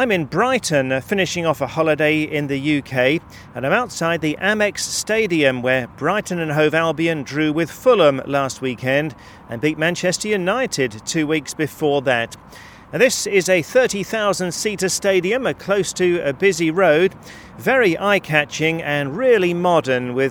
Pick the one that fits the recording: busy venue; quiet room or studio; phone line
busy venue